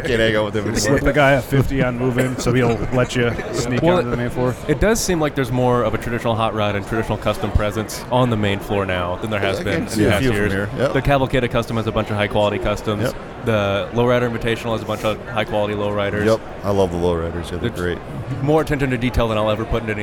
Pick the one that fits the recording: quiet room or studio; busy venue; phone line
busy venue